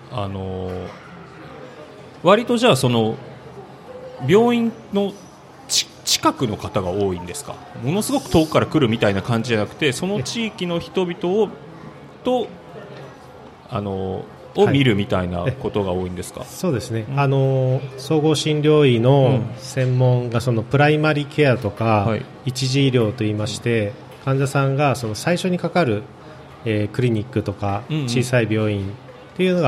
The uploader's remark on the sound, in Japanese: 楽しく公開収録。鳥取県倉吉市発。